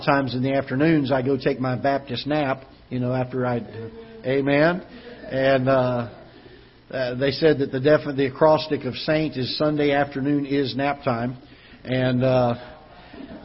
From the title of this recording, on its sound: Ketha Heights Baptist Church ~ Live Broadcast